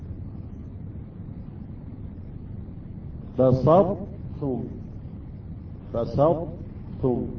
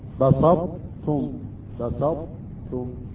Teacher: بصبتم، بصبتم، الإدغام ليس بالكامل، يعني الطاء يبقى لها أثر وهو صفة الإطباق · Term: إدغام ناقص